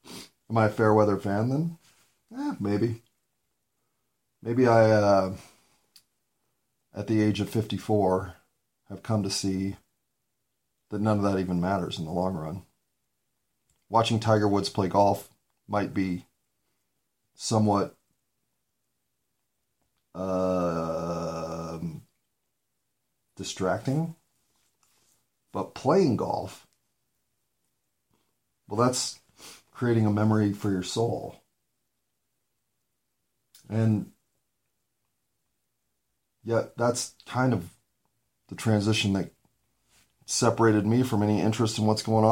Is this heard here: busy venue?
no